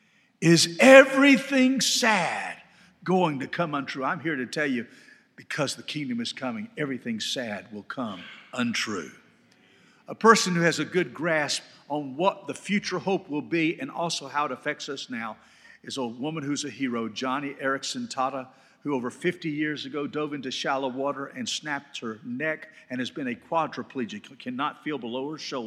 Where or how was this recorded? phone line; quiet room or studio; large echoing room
large echoing room